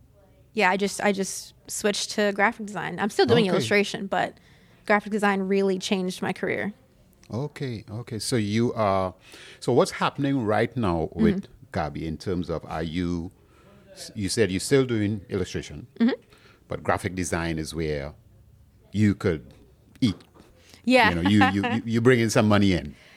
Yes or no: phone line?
no